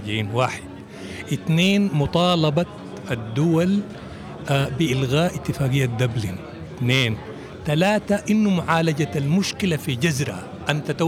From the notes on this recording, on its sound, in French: 1er plateau enregistré en public au Point Ephémère (Paris) lors de l'exposition Cartographie du non-accueil.